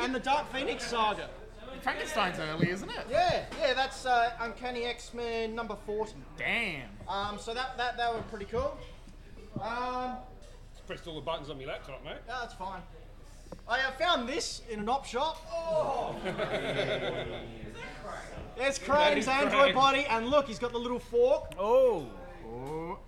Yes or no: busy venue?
yes